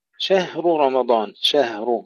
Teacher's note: تسكين الهاء بدون قلقلة